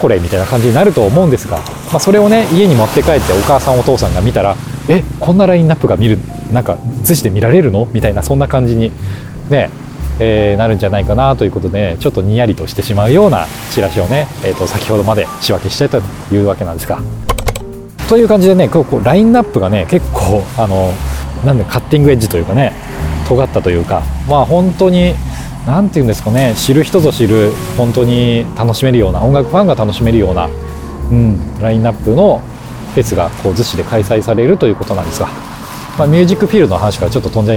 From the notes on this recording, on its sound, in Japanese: ロケ地：真夜中の逗子海岸。真夜中の 浜に響くは 波の音…。